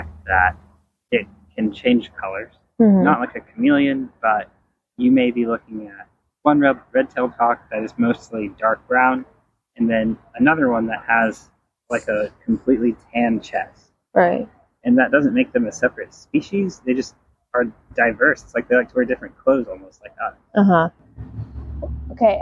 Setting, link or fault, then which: setting, outdoors